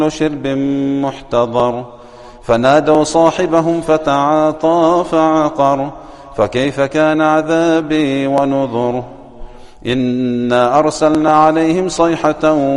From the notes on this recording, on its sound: Recorded at greensidemasjid on Wed, 27 Apr 2022 19:12:46 SAST